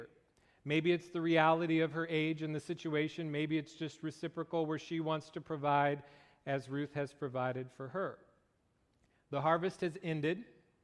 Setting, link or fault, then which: setting, large echoing room